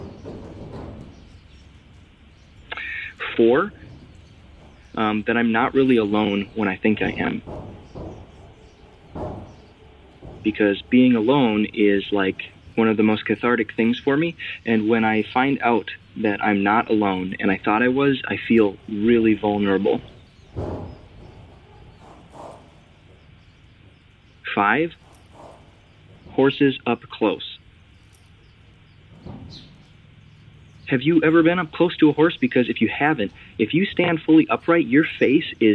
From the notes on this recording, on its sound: A 23 year old listener who called in to us from the Minnesota/North Dakota border.